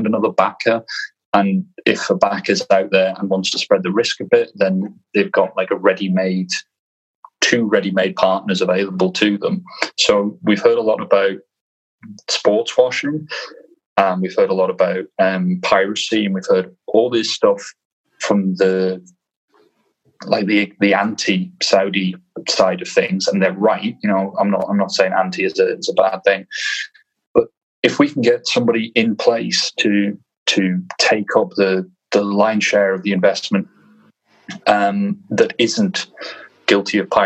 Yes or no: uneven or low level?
no